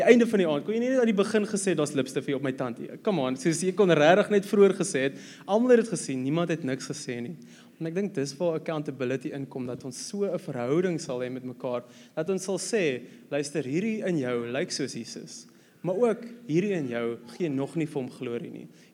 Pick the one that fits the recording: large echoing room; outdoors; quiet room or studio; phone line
large echoing room